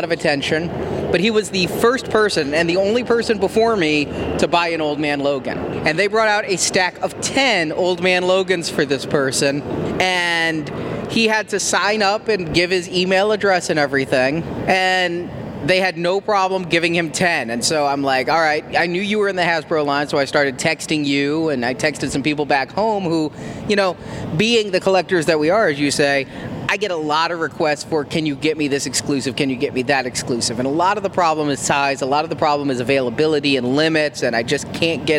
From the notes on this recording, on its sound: It's all in this short live report from Preview Night!